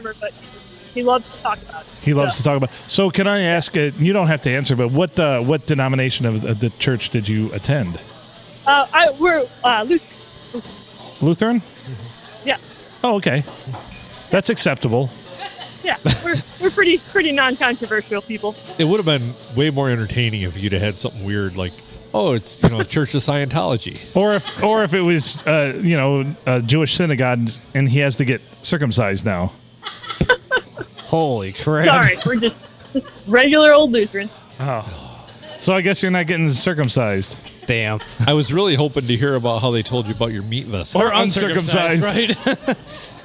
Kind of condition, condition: setting, busy venue